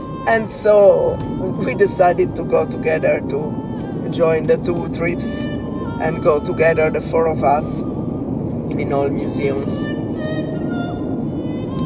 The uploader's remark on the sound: What you hear in the background of our speaking and driving.